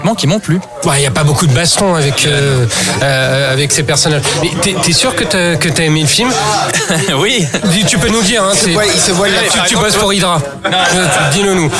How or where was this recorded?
busy venue